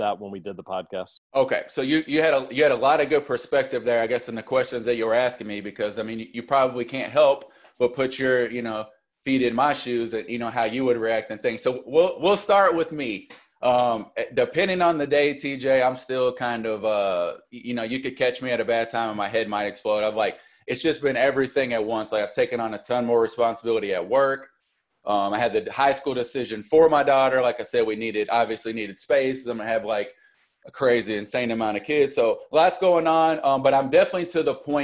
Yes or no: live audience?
no